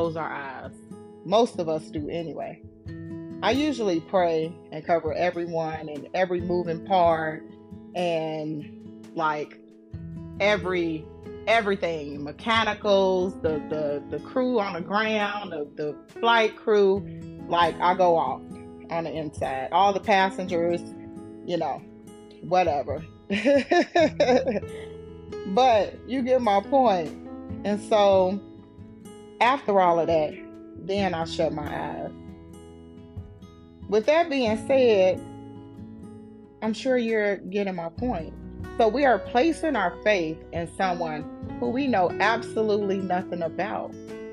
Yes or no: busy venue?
no